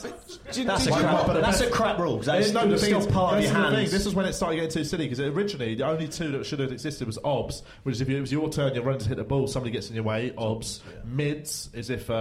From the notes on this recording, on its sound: Live from the Phoenix in Oxford Circus